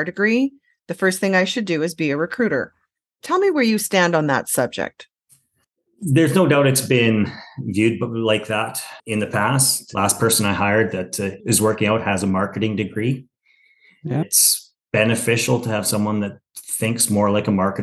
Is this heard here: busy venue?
no